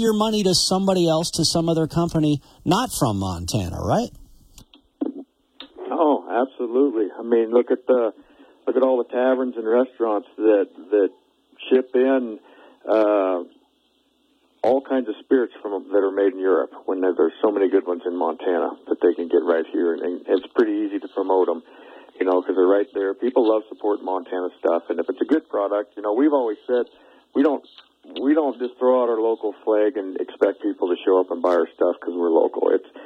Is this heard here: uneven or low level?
no